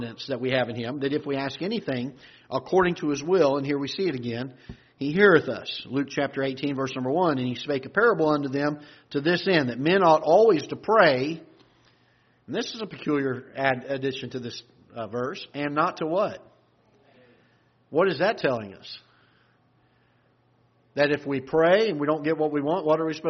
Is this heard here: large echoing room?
yes